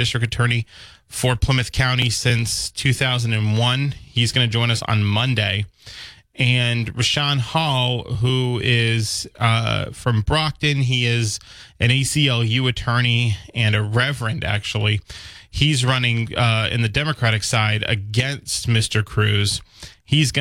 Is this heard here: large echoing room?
no